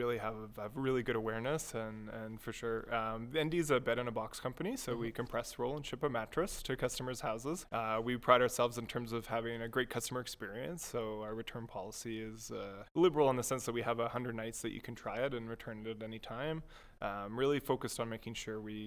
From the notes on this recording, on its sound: It was actually recorded during the middle of my digital marketing conference SocialWest. From MediaLab for setting up a mini-podcast studio in the middle of a busy conference.